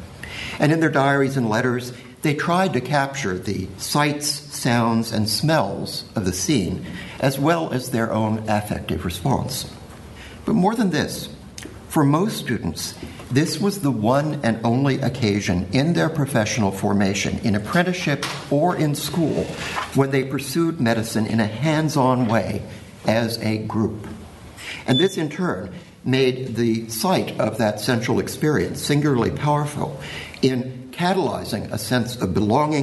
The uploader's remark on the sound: Keynote paper given at the symposium